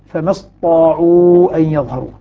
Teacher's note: تشديد الطاء على اعتبار أنه كان فيها تاء وأدغمت التاء في الطاء فأصبحت طاء مشددة